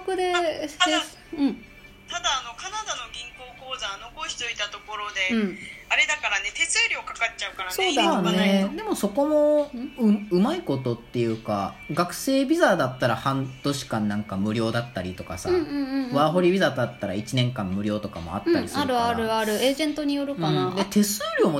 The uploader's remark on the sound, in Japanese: LINE電話でのやりとりなので、声が遅れたり音質が悪いことがありますので、ご了承ください。